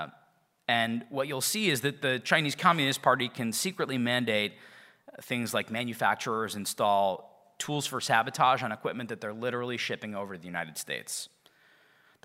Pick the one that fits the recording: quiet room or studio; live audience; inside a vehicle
live audience